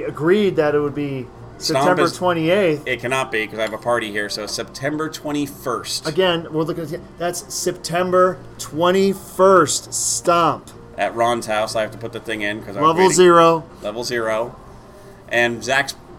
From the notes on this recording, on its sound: Live from the Silverball Saloon. Pinburgh 2019.